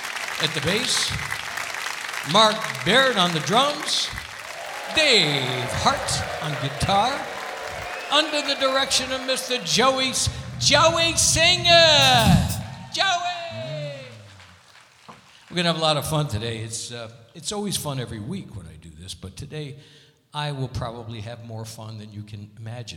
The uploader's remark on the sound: Live at the SouthPoint Casino